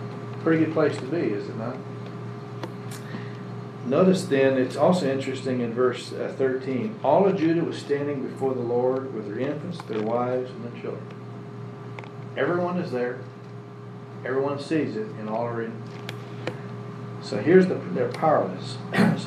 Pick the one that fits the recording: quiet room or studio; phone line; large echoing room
large echoing room